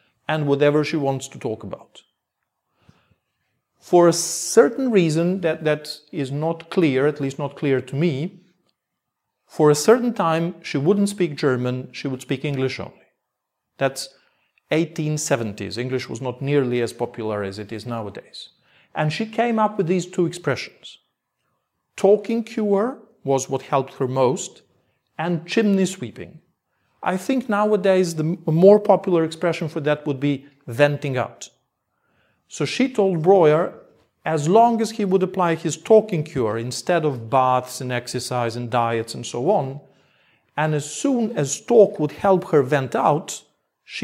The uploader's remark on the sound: Part of a lecture. At Mittelweg 50 in Berlin 23 of February 2019 for Berlin Psychoanalytic.